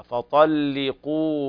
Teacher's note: كلمة فطلقوهن فطلقوهن ليست مغلظة، لا مرققة. ليه؟ لأن اللام مكسورة. شرط التغليظ أن تكون اللام مفتوحة وقبلها الطاء أو الصاد أو الضاء، كما أخبر الشاطبي قال: وغلظ ورش فتح لام لصادها أو الطاء أو للضاء قبل تنزلها إذا فتحت أو سكنت.